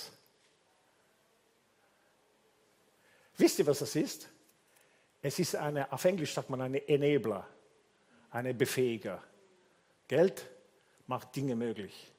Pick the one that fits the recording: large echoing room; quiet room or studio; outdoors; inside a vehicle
large echoing room